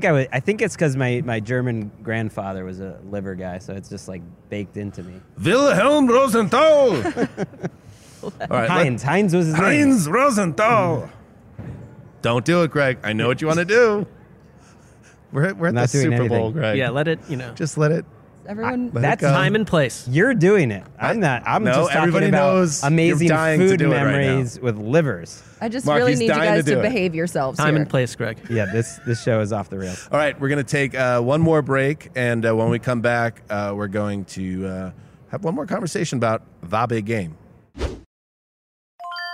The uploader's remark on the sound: In a convention room full of heroes